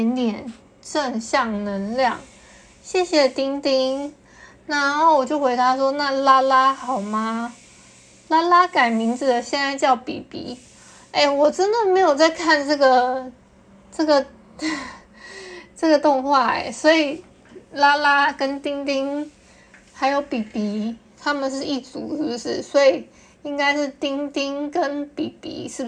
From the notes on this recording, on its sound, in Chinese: 因為用手機錄製的關係，就當設備休息一下吧！音檔不會重調的。